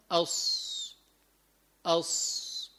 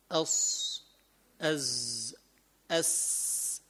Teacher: يخرج معها صفير يشبه صفير الطائر · Term: حروف الصفير